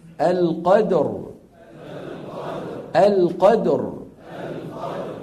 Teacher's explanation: فإذا وقفنا بالسكون تصبح الراء ساكنة وقبلها مفتوح، فنفخم القدر. القدر.